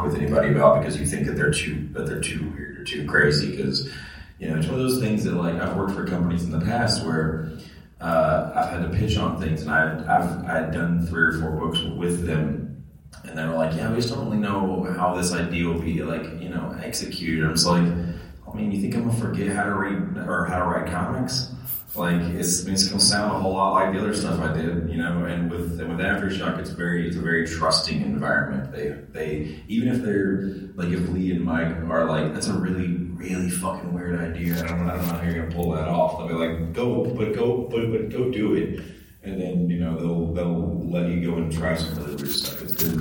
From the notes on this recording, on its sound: Aftershock Comics Panel at C2E2 2017. We are bringing you the Aftershock panel from C2E2 2017 which took place in Chicago this past weekend.